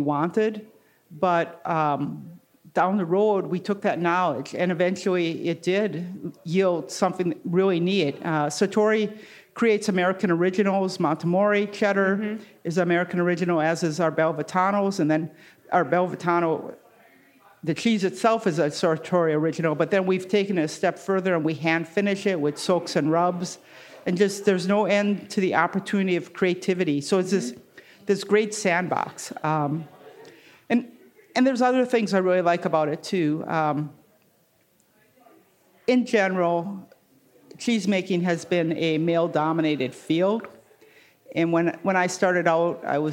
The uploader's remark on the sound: Recorded live in the Podcast Lounge at the Art of Cheese Festival in Madison, Wisconsin.